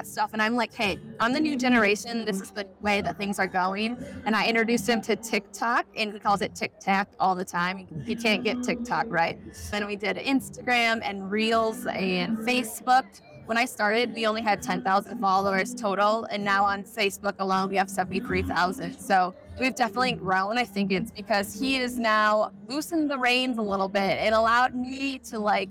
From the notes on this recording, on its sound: NFR Special. Today's episode is coming to you live from the electrifying atmosphere of the NFR Experience Cowboy Christmas.